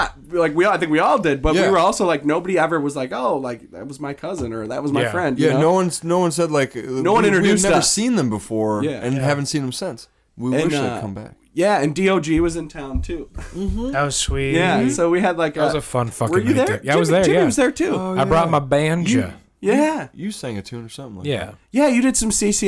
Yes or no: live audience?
no